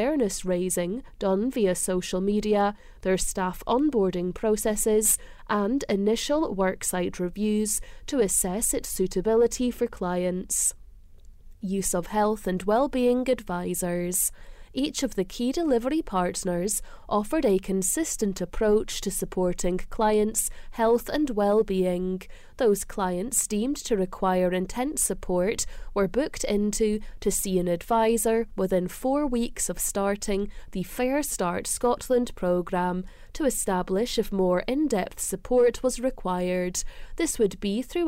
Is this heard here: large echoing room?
no